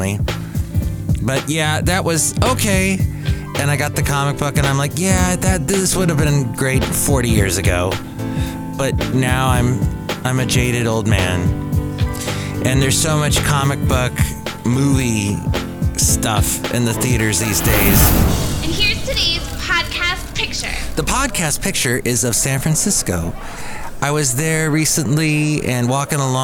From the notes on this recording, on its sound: Podcasts live from Café Anyway.